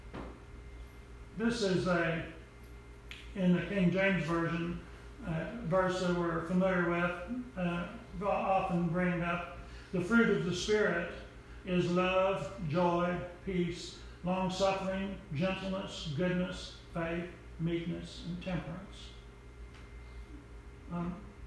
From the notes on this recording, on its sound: Preached at Briensburg UMC